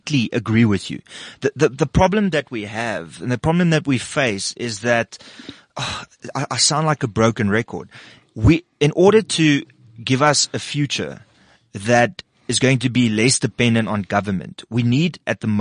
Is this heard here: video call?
no